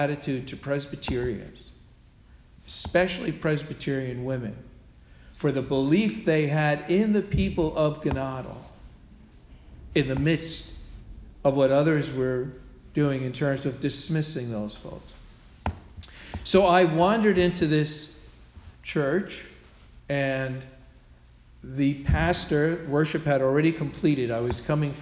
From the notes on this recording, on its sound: Sermon delivered at All Souls Parish Presbyterian Church on Sunday, October 16, 2016